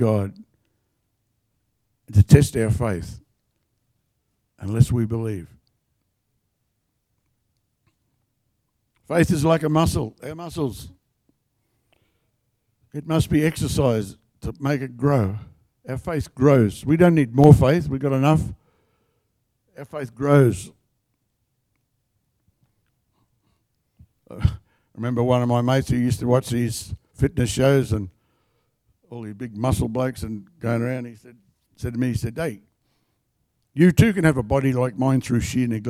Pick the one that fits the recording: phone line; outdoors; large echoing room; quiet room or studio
large echoing room